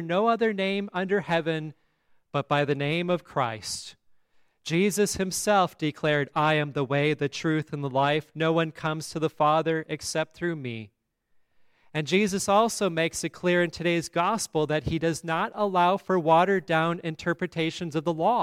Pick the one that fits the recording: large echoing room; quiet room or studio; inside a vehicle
large echoing room